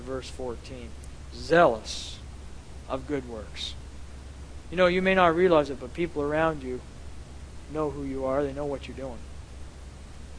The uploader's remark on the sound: at The People’s Church of Somerville, NB